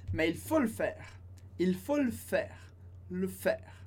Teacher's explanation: Quando a gente fala rápido, a gente tende a tirar esse e.